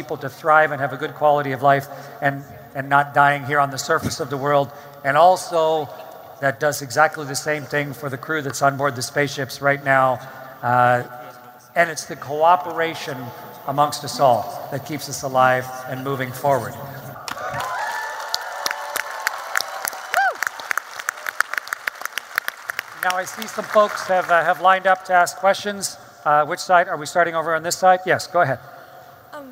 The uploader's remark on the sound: StarTalk Live! from Future Con